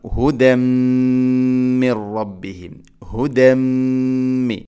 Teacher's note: ഹുദൻ എന്ന പദത്തിൽ തൻവീന് ശേഷം മീം, തൻവീന് ശേഷം മീം വന്നാൽ ഇദ്ഗാം ബിഗുന്ന എന്ന് വെച്ചാൽ തൻവീനിനെ മീമിലേക്ക് ഇദ്ഗാം ചെയ്യണം, മിക്സ് ചെയ്യണം, കൂട്ടി ലയിപ്പിച്ച് മണിച്ചുകൊണ്ട് ഉച്ചരിക്കണം.